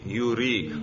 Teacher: इसी तरह यूरी, ये असल में क्या था यूर ई था, तो इसको यूर ई नहीं पढ़ेंगे बल्कि क्या पढ़ेंगे यूरी, हमजा का कसरा रा को देकर हमजा को हजफ करना वाजिब है